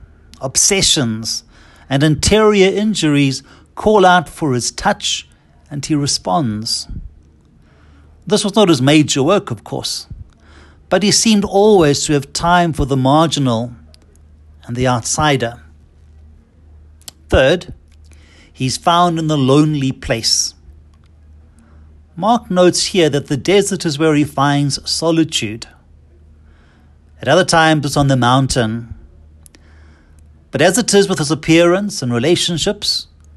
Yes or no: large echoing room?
yes